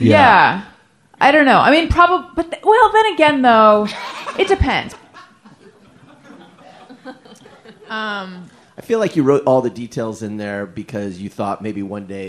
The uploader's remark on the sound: Live from Podfest. Live from LA Podfest.